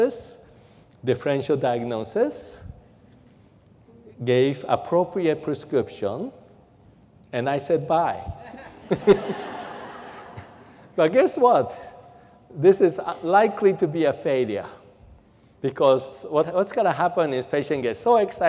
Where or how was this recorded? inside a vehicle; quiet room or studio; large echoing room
large echoing room